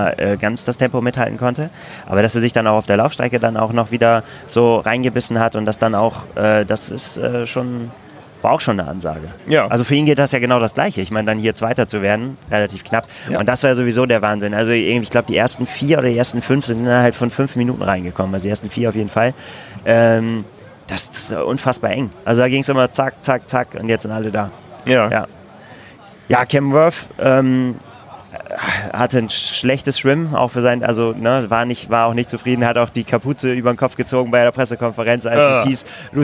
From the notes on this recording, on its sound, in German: Live aus Roth! Haben ihr Studio nämlich direkt an der langen Anmeldeschlange für die Challenge Roth 2020 aufgebaut. Talken live mit Zuschauern.